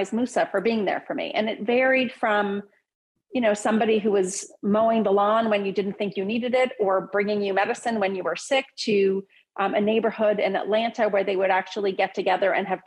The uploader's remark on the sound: Every episode is recorded from MTM’s Live Visionaries Webinar. "Visionaries" originally airs live from zoom every Tuesday at 9 AM PT and is brought to you in partnership with The Wall Street Journal.